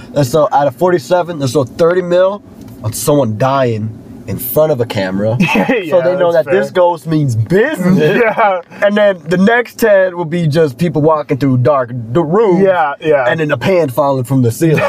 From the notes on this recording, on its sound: we record in a car!